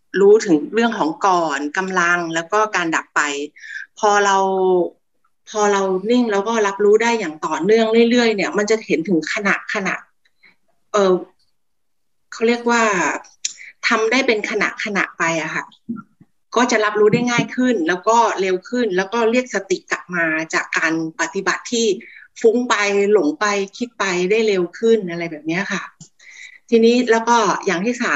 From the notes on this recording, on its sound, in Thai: เป็น 1 ใน 3 คอร์สออนไลน์ (ผ่านโปรแกรม Zoom)